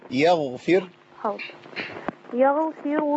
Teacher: الغين هنا في مرتبة وسطى